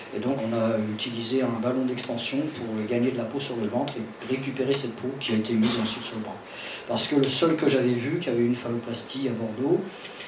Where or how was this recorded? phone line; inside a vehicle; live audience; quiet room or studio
live audience